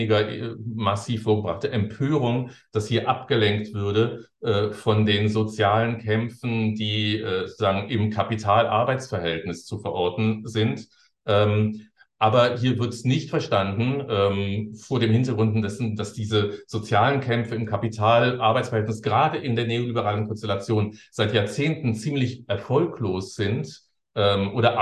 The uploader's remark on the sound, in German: Ein Mitschnitt des digitalen Jour fixe der Assoziation für kritische Gesellschaftsforschung (AkG)